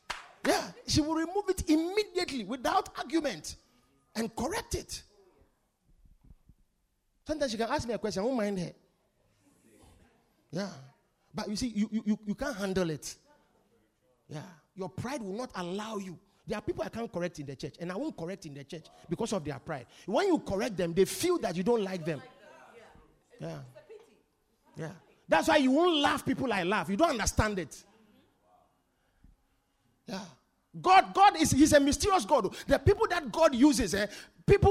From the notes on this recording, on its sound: Preached at The Supernatural Encounter Service.